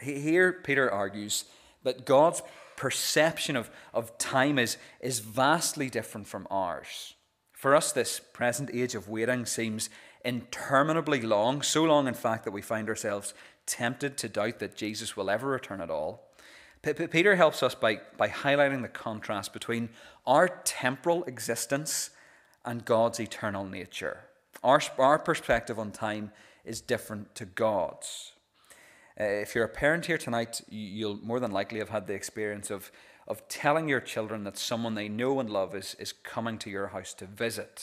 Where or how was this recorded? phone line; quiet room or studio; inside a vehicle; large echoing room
large echoing room